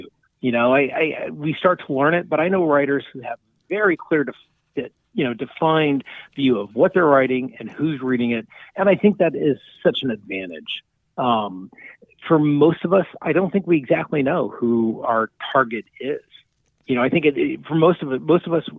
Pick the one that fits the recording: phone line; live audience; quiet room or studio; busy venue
phone line